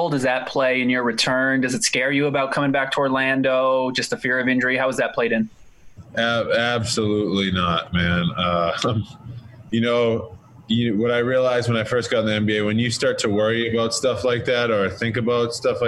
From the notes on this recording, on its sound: Zoom Press Conference. Addressed local media on Thursday via ZOOM conference call.